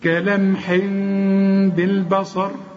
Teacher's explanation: بعد لما تقلب التنوين لميم، اخفي الميم وغنها. يبقى انا برضو مش هقفل شفايفي علشان ما تطلعش ميم كامله · Term: إقلاب